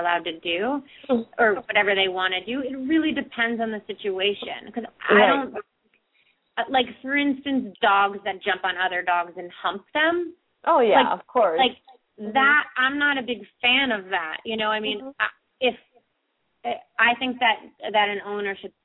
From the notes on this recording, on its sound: open up the lines for listeners to call